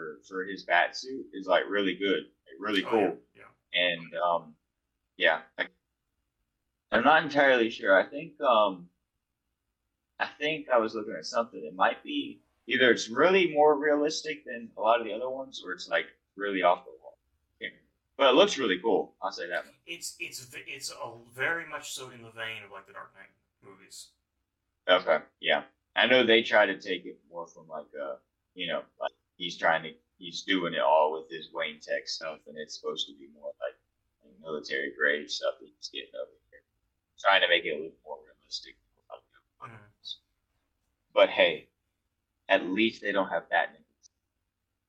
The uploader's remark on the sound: We apologize for the subpar audio quality and want to assure you that we're working hard to improve our recording setup for future episodes.